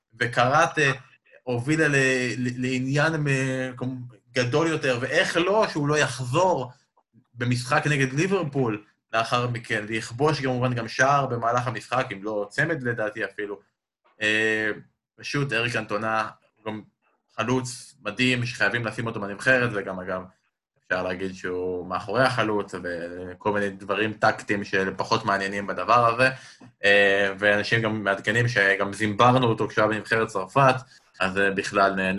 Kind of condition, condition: link, video call